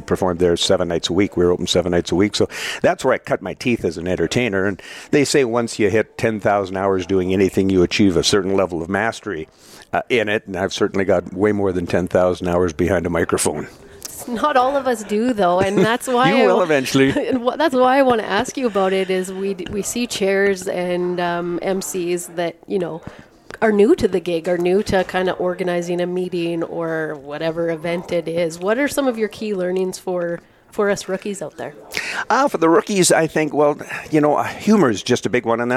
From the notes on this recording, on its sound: live from the 2023 Alberta Beef Industry Conference (ABIC)